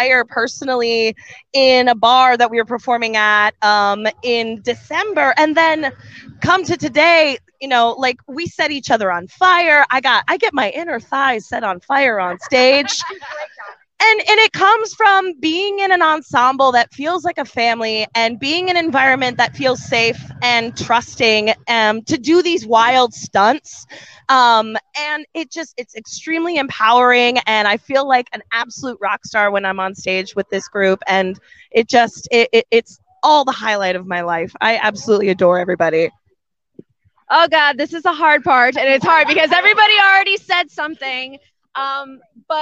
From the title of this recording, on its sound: SCR Live at Motoblot